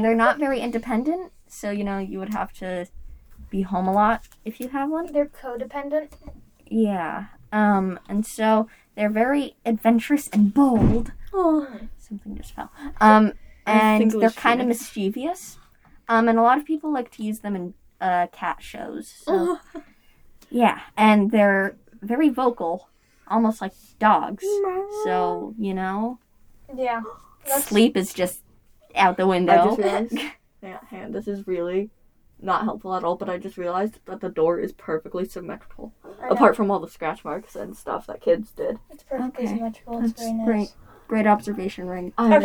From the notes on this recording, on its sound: Please excuse the noise, our classmates were doing who knows what.